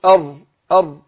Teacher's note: الراء من صفاتها التكرير، التكرير إيه؟ إن يحصل في زبزبة في اللسان كده